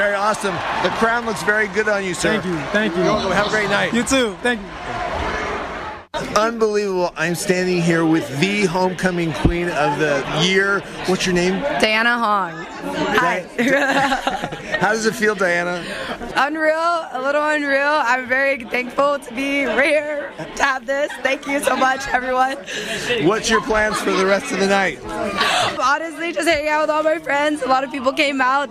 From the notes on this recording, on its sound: Traversing the campus for 2 days of HOMECOMING events, which included a special alumni luncheon, Ted Talk style presentations, Party in the Park and a battle for the Big West Conference basketball title. Interviews galore with enthusiastic Anteaters past and present!